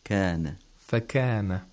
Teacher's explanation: The Arabic kaf is further back. It's just a little bit ahead of the place of articulation of qaf.